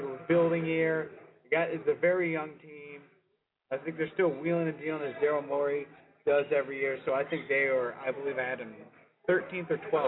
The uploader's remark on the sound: Live from the Tavern for a special Halloween episode.